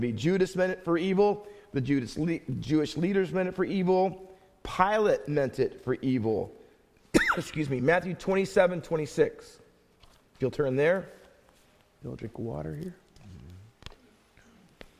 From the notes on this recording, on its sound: Faith Baptist Church in Hamilton, NJ.